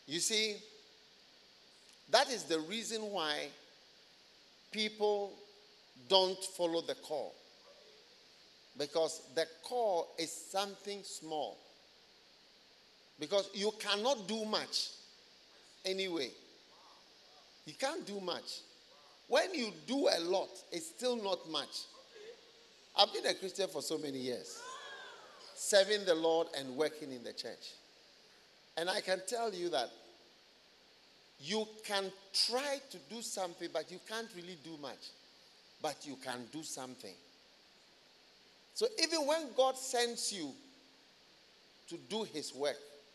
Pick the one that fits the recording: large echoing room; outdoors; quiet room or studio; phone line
large echoing room